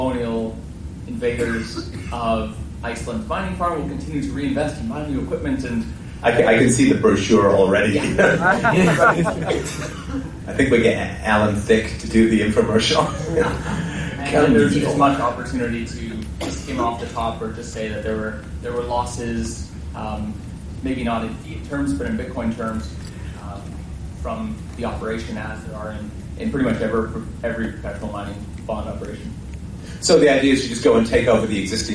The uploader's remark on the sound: Speech recorded on April 12th at the Toronto Bitcoin Expo 2014.